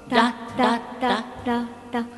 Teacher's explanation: 少し巻き舌にならないように R の音、ラッという感じの巻き舌にならず、ダダダ出しましょう